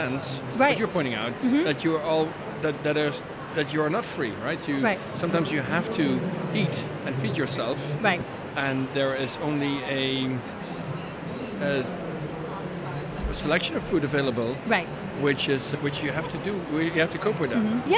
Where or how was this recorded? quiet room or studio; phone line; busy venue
busy venue